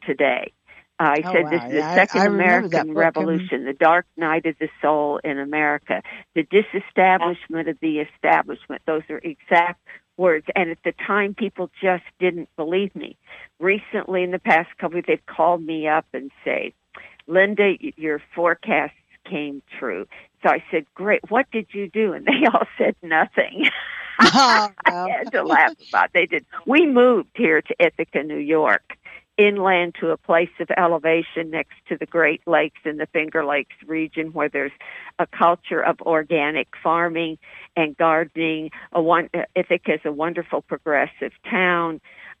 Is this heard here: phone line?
yes